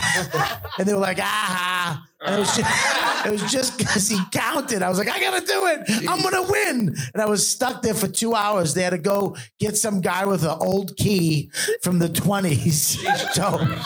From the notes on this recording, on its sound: Live From The Comedy Store. Live From The World Famous Comedy Store!